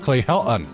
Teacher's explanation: I'm hearing extreme glottal stops.